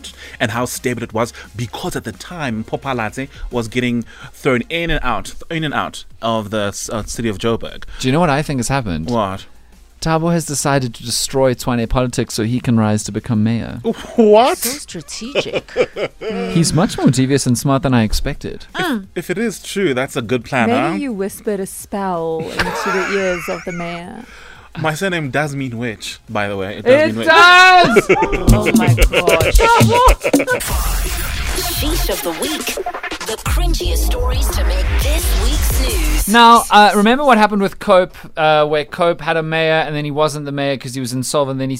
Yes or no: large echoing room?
no